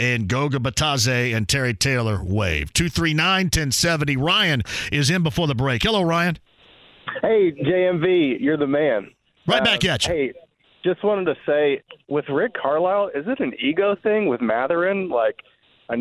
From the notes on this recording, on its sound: opening the phone lines back up to more listeners